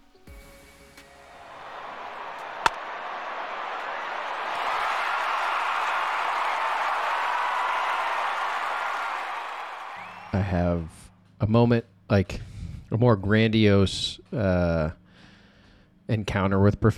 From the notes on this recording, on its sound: recorded at an announcer booth of little league ballpark in El Segundo, Los Angeles, California on a pleasant Friday March evening